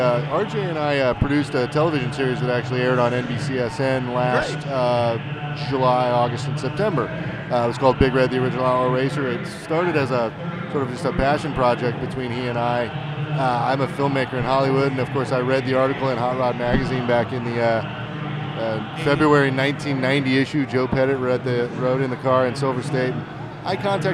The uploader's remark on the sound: LIVE from Mecum Auto Auction – Houston, TX. Attend the annual Mecum Auto Auction and provide a unique spectator’s perspective on the event.